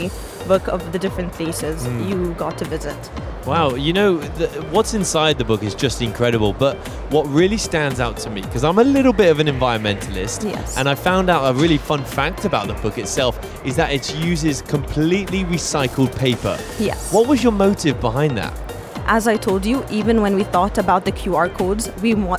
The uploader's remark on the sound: Live from SIBF 2023